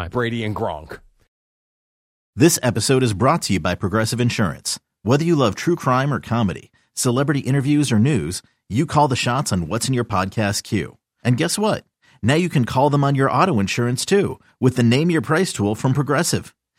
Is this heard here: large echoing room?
no